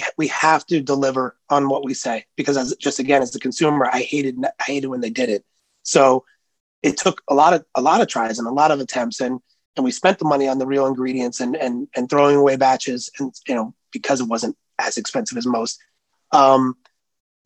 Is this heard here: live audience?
no